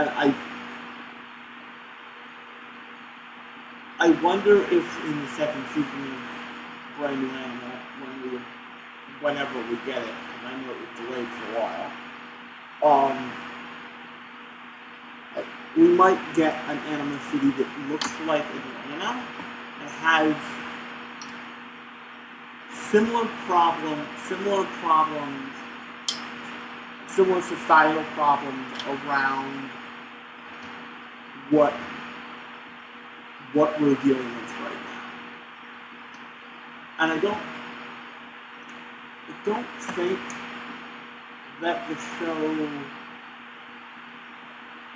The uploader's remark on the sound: Sorry about the audio quality I did my best.